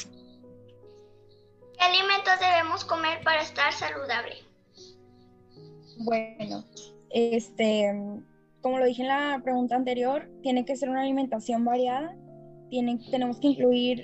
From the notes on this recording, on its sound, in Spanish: Entrevista grupal realizada vía zoom por alumnos de cuarto grado.